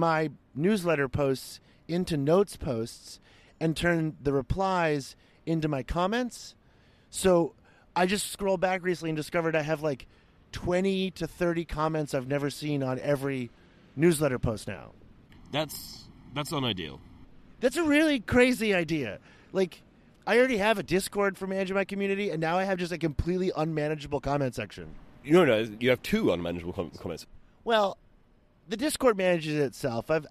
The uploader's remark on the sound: we did a little recording session out in a park